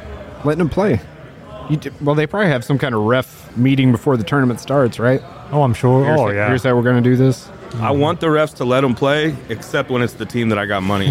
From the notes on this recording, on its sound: March Madness Bracket Breakdown live at the Argosy. We’re partnering once again with Argosy Casino to bring you our official Bracket Breakdown Live. Join us live in Alton, Illinois or listen to our broadcast.